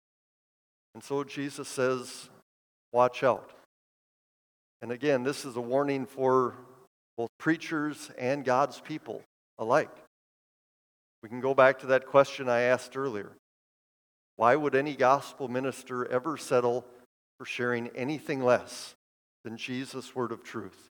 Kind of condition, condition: setting, large echoing room